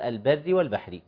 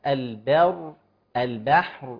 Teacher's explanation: البر مرققه، واذا وقفنا تفخم البر والبحر، بس مع نخلي بالنا مع مراعاه ترقيق الحرف اللي قبله حال الوقف.